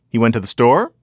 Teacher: You can just make a statement in itself, but have the melody be the only thing that's indicating that it's a question.